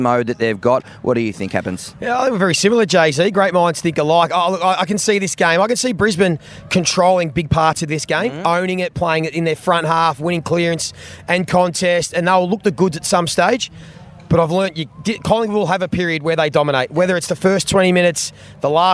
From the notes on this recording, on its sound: Live from the MCG on Grand Final day!